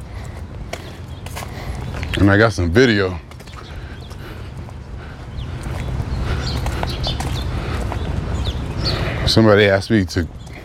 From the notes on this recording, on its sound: Me Walking Talking